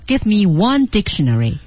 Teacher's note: 第二个句子我说 give me onedictionary，我强调 one，强调的是那个数量